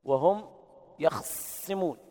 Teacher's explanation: بإسكان الخاء وصاد مشددة معنى ذلك أنه جمع بين الساكنين وهم يخصمون سكن الخاء ويشدد